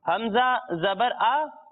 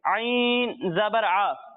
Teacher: جب ہم حمزہ کی ادائیگی کریں گے تو اس کی آواز حلق کے نچلے حصے سے آئے گی، اور جب ہم عین کی ادائیگی کریں گے تو اس کی آواز حلق کے درمیانے حصے سے آئے گی۔ یعنی اسے ہم پڑھیں گے حمزہ زبر آ، اور اسے پڑھیں گے عین زبر آ۔